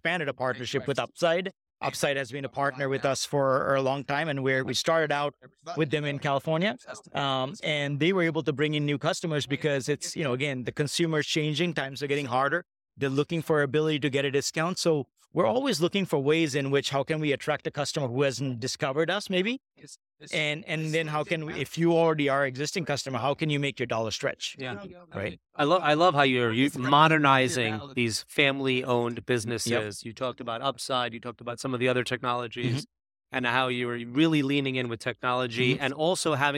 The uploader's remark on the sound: This RETHINK Retail Podcast episode was captured live at Groceryshop on September 19, 2023.